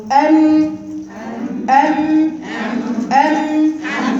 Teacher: ده صوت الغنة اهو بيخرج من الخيشوم لكن المخرج الفمي مقفول تماما · Term: غنة الاصل